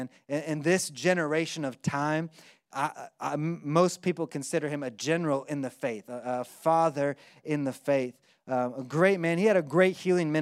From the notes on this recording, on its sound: 2020 Live from Orlando, Florida